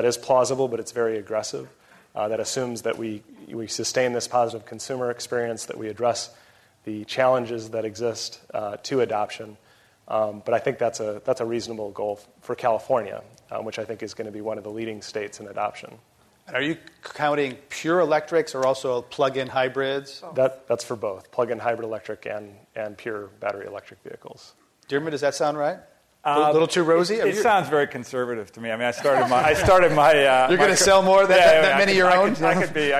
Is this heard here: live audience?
yes